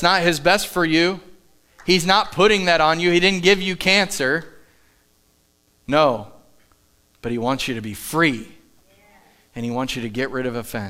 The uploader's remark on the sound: Live from The Summit Church in Dover, OH